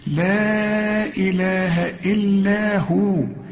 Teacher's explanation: خد بالك من المدود، وده كمان اسمه مد التعظيم. ده هنمد هنا أربع حركات علشان المد بعده همزة